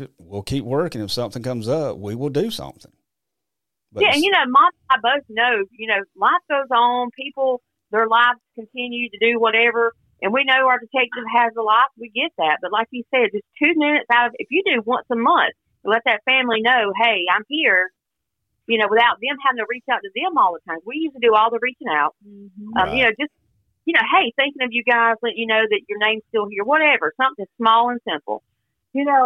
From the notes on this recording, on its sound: Phone Interview w/Mom & Sister.